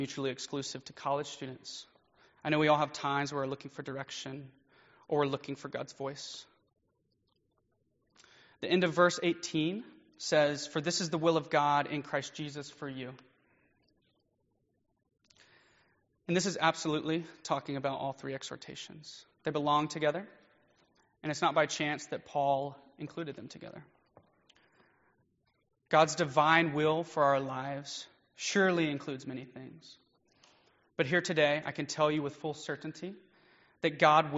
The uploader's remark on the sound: Preached during Fall Break Mission Trip at First United Methodist Church in Live Oak, FL